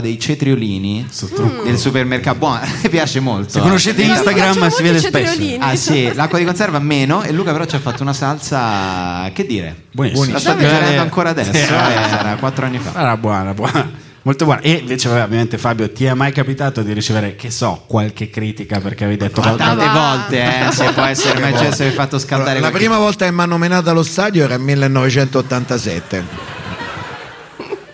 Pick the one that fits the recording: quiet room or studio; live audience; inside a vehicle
live audience